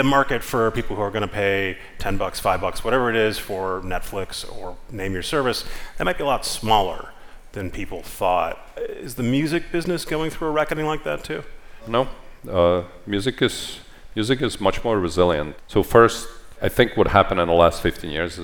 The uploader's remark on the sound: live on stage at the Code conference